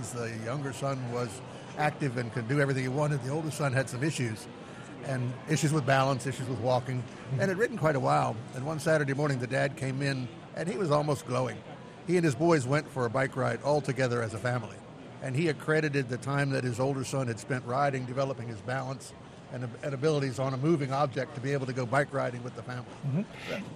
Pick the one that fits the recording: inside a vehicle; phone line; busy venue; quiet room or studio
busy venue